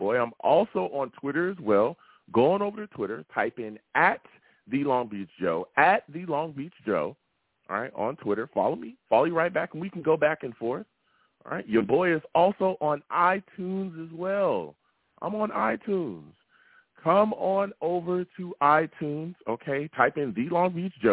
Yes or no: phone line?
yes